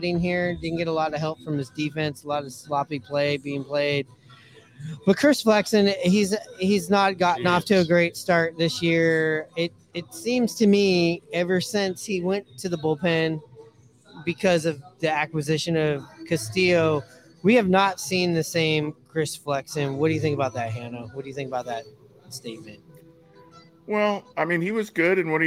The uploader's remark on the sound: Live from Pioneer Tacos & Tequila!